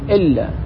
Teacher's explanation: فلما أدغمت النون باللام قيل إلا، فذهبت النون · Term: إدغام للنون في اللام